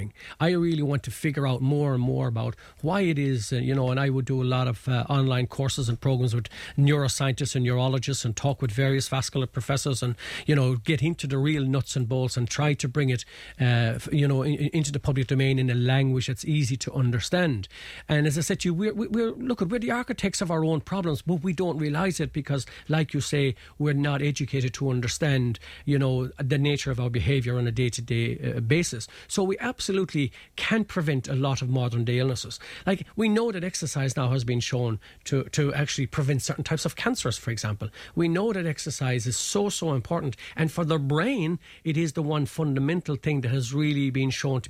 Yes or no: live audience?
no